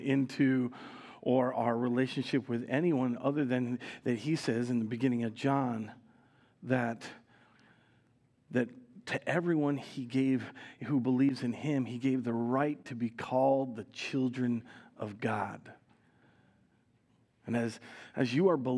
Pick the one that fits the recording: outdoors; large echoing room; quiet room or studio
large echoing room